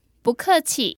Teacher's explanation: the character 不 changes to a second tone when it precedes a fourth tone character.